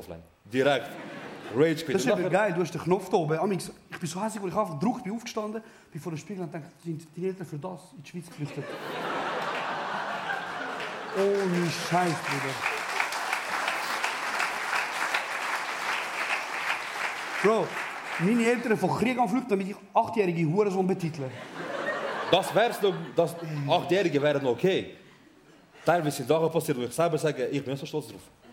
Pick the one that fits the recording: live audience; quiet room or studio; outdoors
live audience